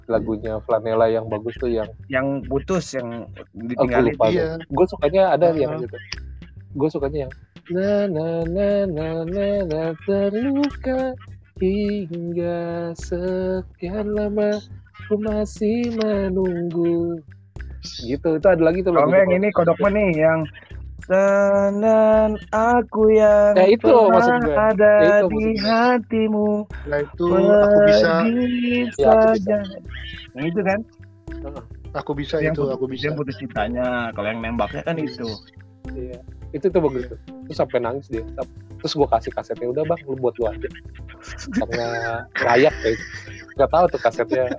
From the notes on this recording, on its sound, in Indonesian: dengan kemasan menggunakan handphone kami bongkar semua, jadi mohon maaf kalau sinyal terputus dan banyak delay-nya.